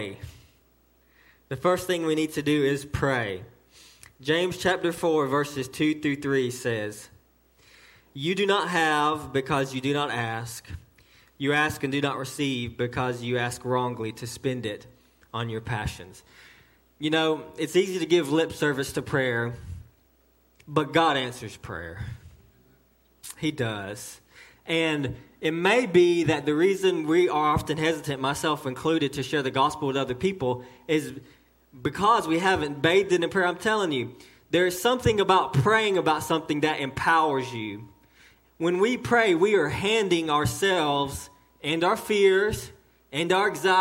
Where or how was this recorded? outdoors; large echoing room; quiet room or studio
large echoing room